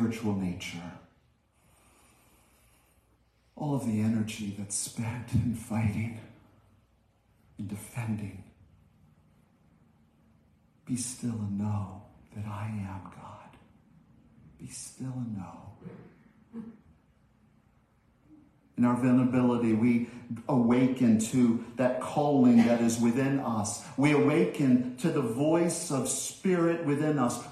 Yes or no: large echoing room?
yes